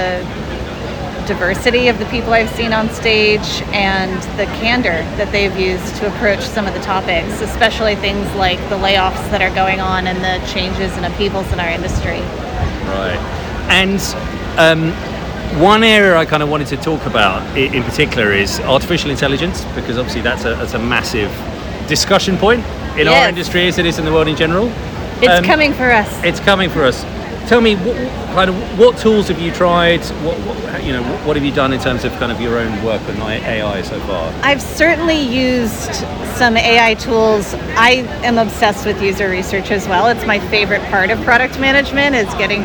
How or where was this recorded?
busy venue